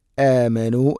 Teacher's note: ഹംസ തൊണ്ടയുടെ താഴെ ഭാഗമാണ് മഖ്റജ്. ഇത് രണ്ടും തൊണ്ടയുടെ താഴെ ഭാഗം.